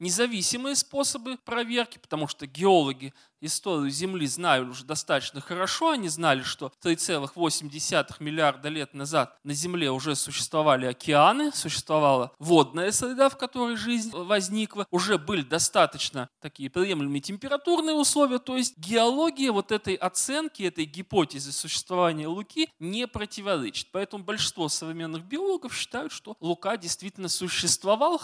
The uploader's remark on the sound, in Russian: Лекция в рамках цикла «Весна просвещения» в Доме культуры «Ясная Поляна».